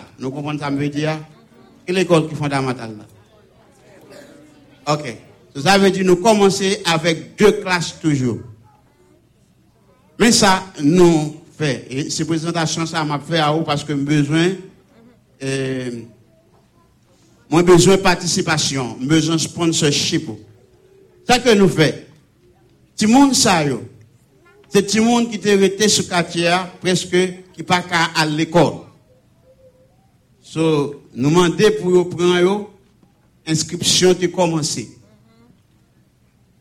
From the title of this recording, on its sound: Sunday Service Live